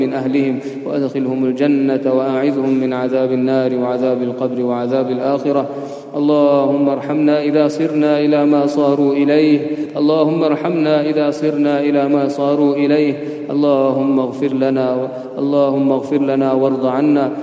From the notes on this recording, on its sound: at the Houghton Masjid (West Street)